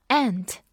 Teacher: 在美音里面，这个词读作 aunt 它会声音比较瘪，而且是前鼻音。所以呢，和蚂蚁这个词 A N T ant 其实是同一个音，所以大家需要结合上下文看到底是哪个意思。好，我们说到 aunt 这个词呢，我们就回忆一下之前我们讲到过叔叔、伯父、舅父，你还记得是什么吗？对了，是 uncle，U N C LE，uncle。uncle andaunt，叔叔和阿姨。recognize, R